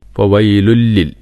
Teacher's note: ഫവൈലുല്ലിൽ തൻവീന് ശേഷം ലാമാണ്. അപ്പോൾ ഇദ്ഗാം ബിലാ ഗുന്ന.